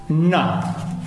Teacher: per dire na è la punta della lingua che va sul palato.